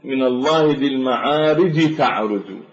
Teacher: مخرجها حينئذ من الثنايا، فتكون من الله ذي المعارج تعرج، يعني الجيم تهمس بينما هي حرف مجهور حتى يتقارب هذا الصوت إلى حرف التاء المهموسة · Term: همس الجيم